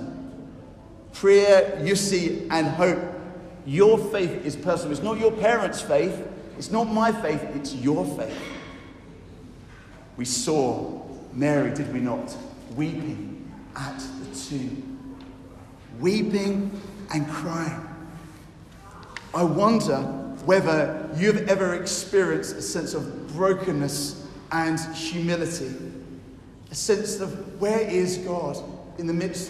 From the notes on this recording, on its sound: I have recorded on Easter Sunday an encouraging talk at Newcastle Holy Cross (Fenham)